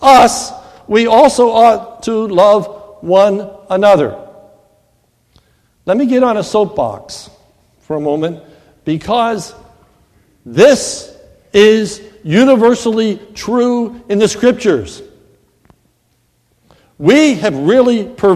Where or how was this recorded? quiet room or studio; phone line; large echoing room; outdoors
large echoing room